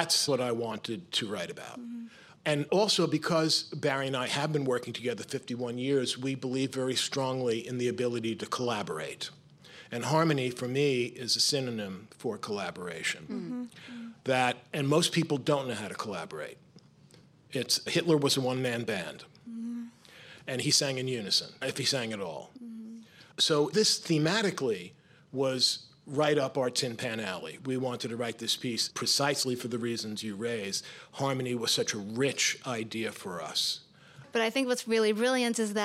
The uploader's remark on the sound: A Live Interview at JCC Manhattan. This episode was recorded live at the Marlene Meyerson JCC Manhattan.